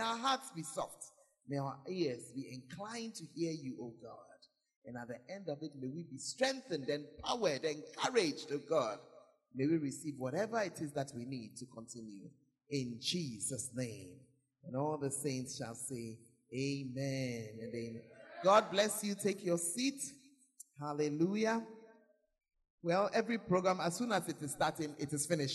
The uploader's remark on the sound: Preached at the Makarios Conference; Berekum.